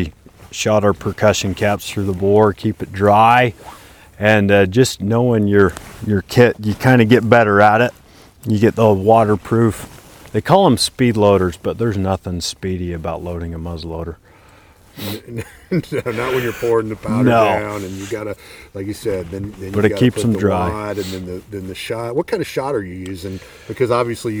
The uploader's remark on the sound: We are recording a podcast in Bayou Meto Wildlife Management Area on a special duck hunt.